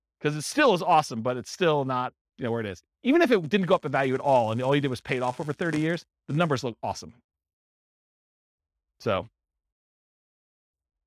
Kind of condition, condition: setting, live audience